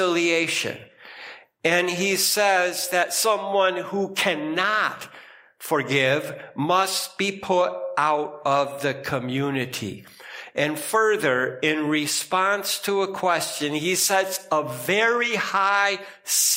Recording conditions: large echoing room